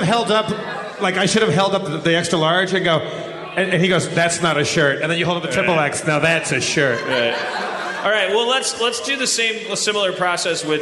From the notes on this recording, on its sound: From Austin, TX, Harmontown is live from the Liberty Tavern and SXSW. Bonus audio from the Q & A following the premiere of the "Harmontown" documentary.